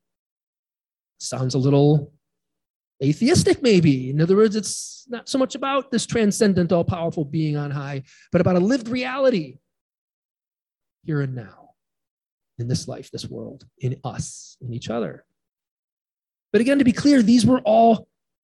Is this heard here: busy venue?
no